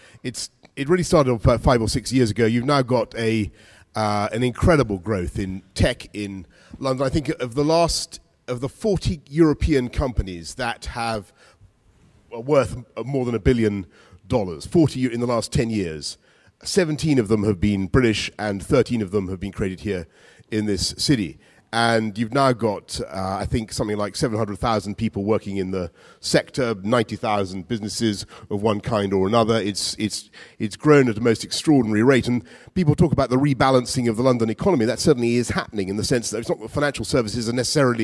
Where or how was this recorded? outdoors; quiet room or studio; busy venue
busy venue